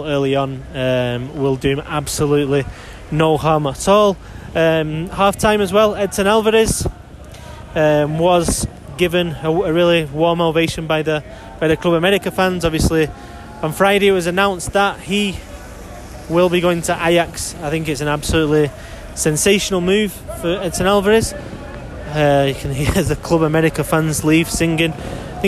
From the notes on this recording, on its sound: from outside the Azteca